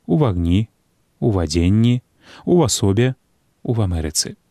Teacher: Калі гэтыя словы стаяць у форме местнага склону пасля прыназоўніка «у», тады перад гукам «а» абавязкова павінен развіцца прыстаўны зычны – у вагні, у вадзенні, у асобе, у Амерыцы.